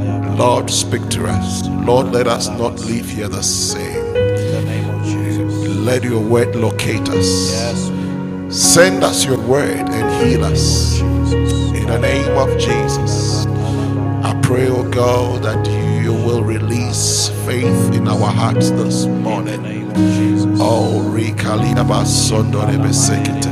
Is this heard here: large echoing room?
yes